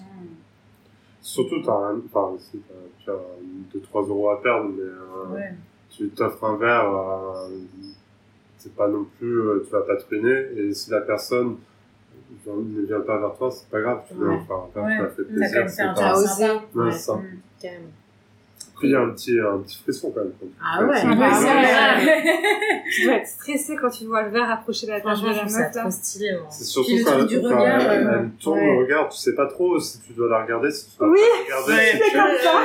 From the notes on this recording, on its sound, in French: on s'excuse pour le bruit du frigo en fond, les aléas de la prod en roue libre à l'Iphone